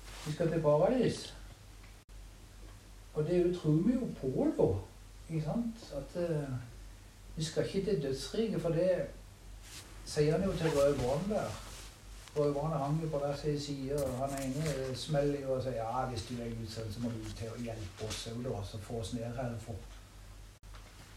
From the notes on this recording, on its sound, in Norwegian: Så opptaket er fra ei stue med isspising og kos. Ikke optimal lyd.